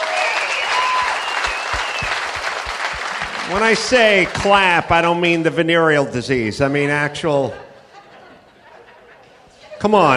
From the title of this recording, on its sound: Live from the Houston Improv